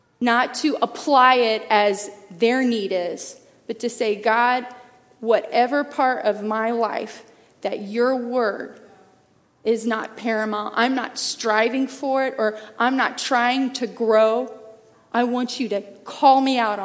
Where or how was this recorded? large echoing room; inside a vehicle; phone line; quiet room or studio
large echoing room